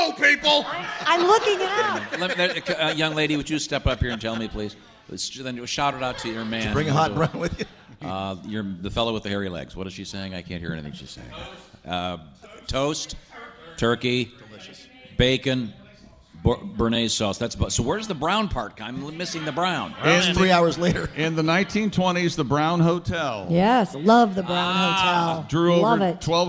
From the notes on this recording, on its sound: live from the Bourbon museum in Louisville